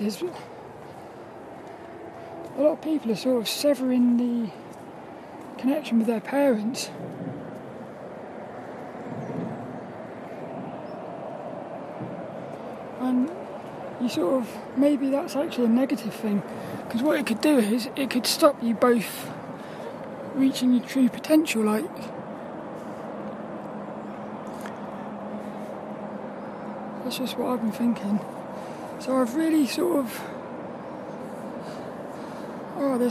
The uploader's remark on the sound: This 'About The Tings' brain dump episode was a Walk and Talk around Saltrum Woods in Plymouth.